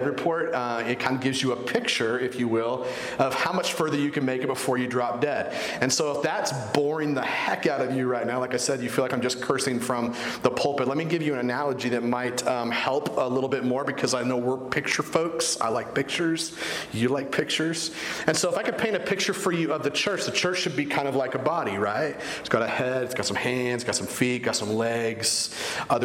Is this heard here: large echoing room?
yes